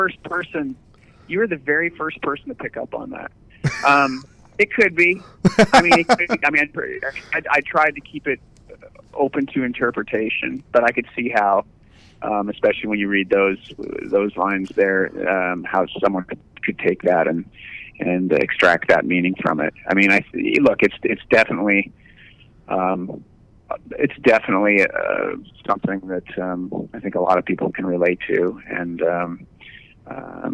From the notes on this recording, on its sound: called into On Air